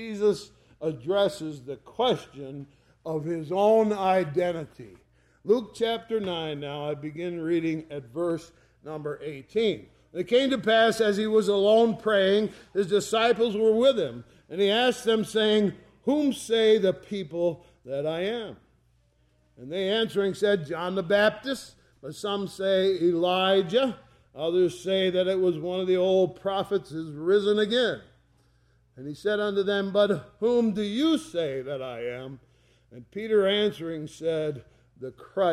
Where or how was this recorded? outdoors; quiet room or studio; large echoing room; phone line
large echoing room